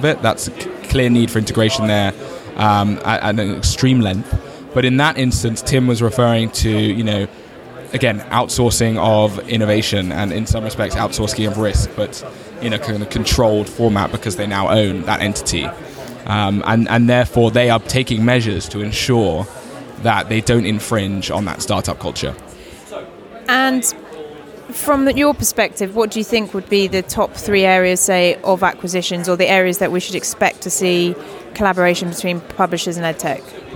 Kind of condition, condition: setting, busy venue